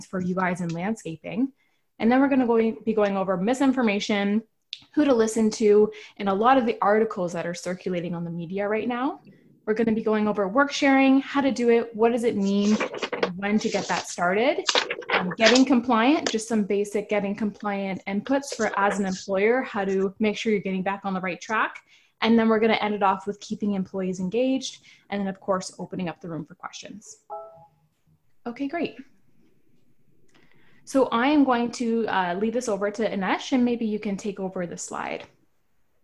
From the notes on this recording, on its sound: we share a live webinar we hosted